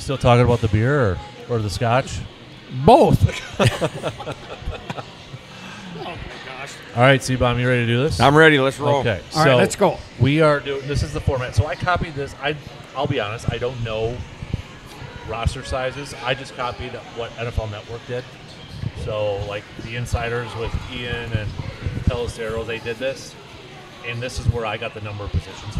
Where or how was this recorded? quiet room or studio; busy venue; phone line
busy venue